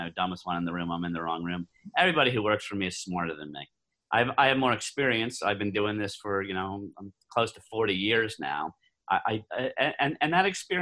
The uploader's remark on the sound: via Zoom